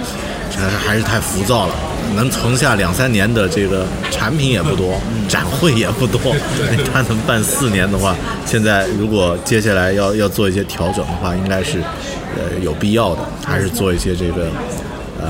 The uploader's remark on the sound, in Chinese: 现场·MacworldAsia2014。一年一度的Macworld iWorld Asia大会已经举行了第四届啦。在大会现场制作了一期关于Macworld大会的节目。We got a new Macworld Asia Expo in Beijing in August, the 4th one.